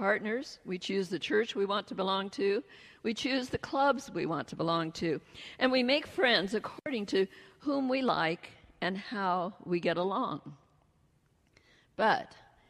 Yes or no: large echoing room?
yes